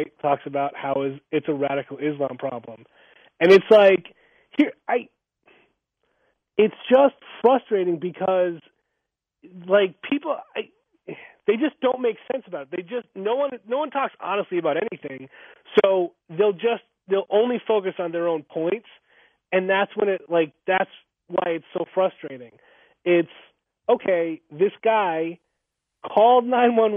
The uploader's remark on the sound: joined on the phone